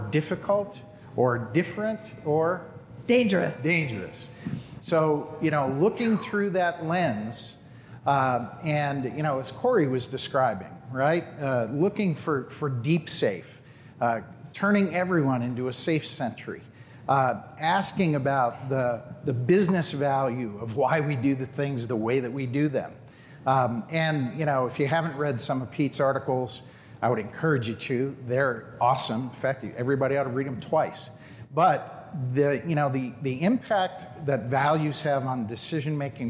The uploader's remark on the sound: MakeUSafe's live event recorded in Des Moines Iowa.